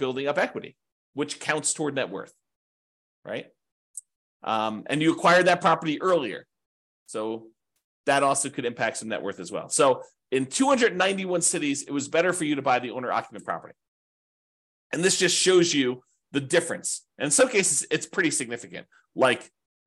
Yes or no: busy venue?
no